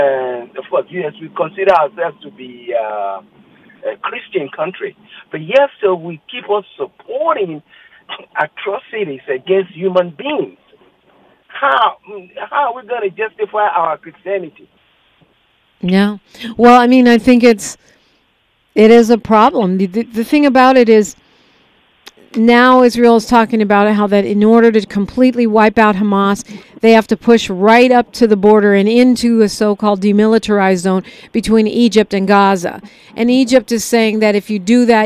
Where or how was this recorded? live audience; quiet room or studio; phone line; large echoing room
phone line